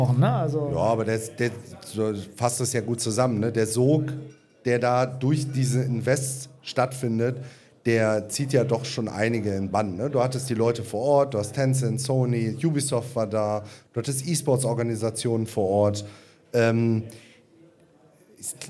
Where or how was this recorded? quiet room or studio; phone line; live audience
live audience